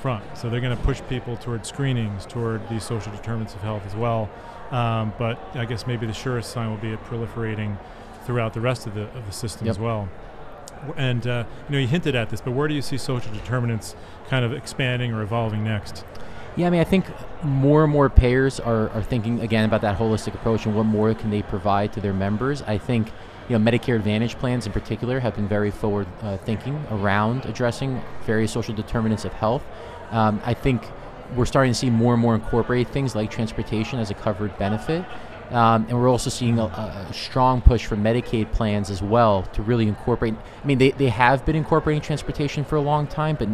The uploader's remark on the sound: In this mini episode of the podcast recorded at HLTH in Las Vegas.